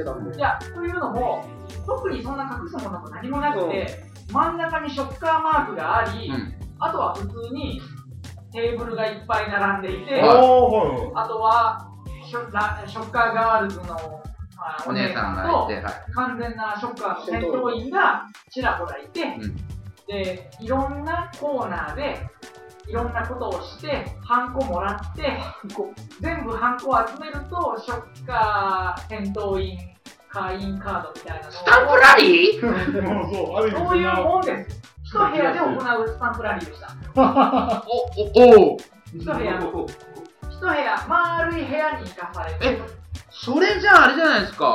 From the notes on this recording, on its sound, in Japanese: 初回につき音声のバラつきは大目に見てくださいませ。